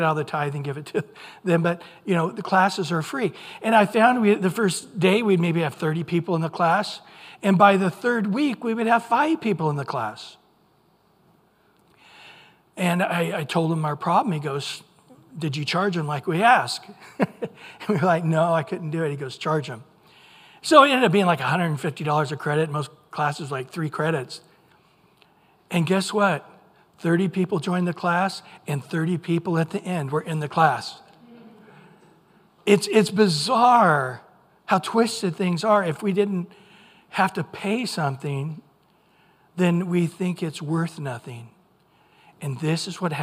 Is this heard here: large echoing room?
yes